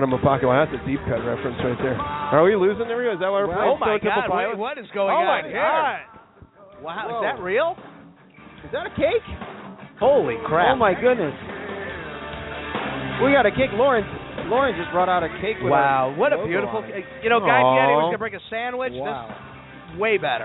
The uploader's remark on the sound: We are back for our 100th episode live from Trader Todd's in Lakeview! Live at Trader Todd's.